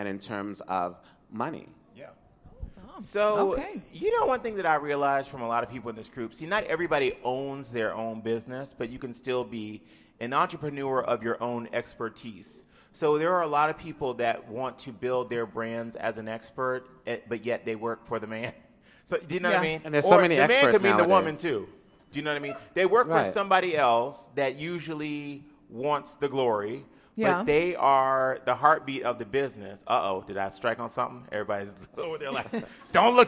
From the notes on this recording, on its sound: Live studio audience show. At the Capital One Cafe in Chinatown for the big event.